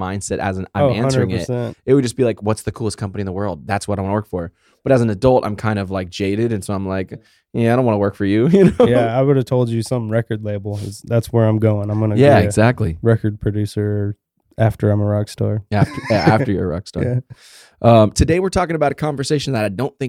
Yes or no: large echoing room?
no